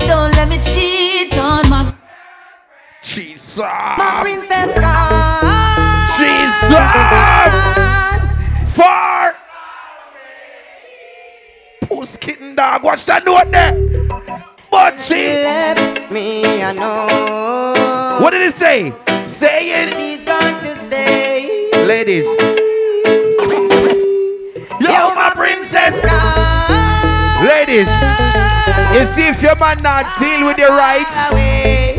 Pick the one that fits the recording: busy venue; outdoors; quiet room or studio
busy venue